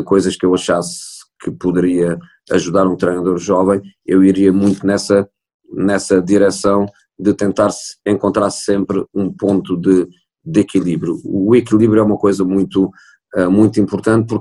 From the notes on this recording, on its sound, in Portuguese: Esta conversa foi gravada online. Ainda que o meu som não esteja perfeito.